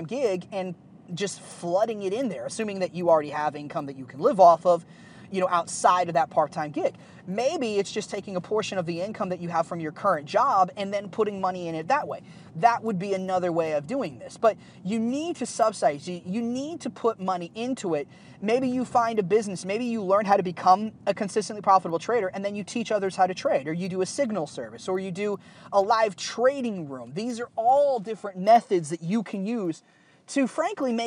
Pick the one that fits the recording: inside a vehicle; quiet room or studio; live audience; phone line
inside a vehicle